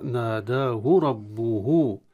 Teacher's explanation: أما الهاء في ناداه فيه ليست فيها صلة، يعني ناداه ربه، لما نقرأ نجد ناداه ربه، الهاء الأولي ما نأتي في مد الصلة أو مد الطبيعي أو كالمد الطبيعي، بينما الهاء الثانية هي التي نأتي بها ونشبع الحركة، لأن وقعت بين متحركين، الأولى وقعت بين ألف وبين الراء، وللعلم أن الراء حكمها التفخيم لأنها مفتوحة.